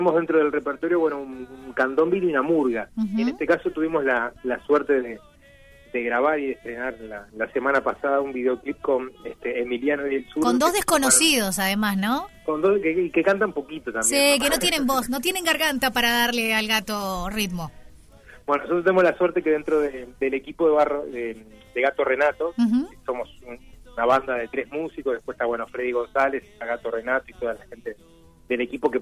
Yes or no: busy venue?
no